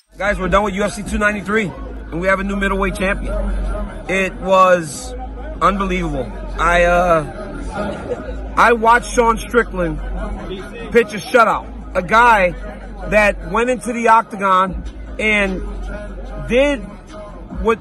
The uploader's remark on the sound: LIVE from the octagon in Sydney, Australia